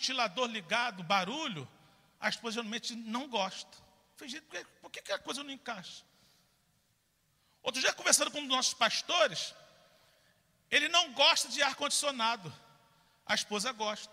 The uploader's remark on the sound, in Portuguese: CULTO DA VITÓRIA AO VIVO